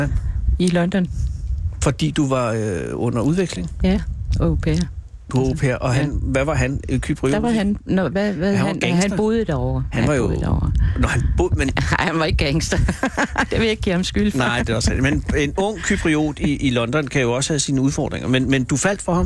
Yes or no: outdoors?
yes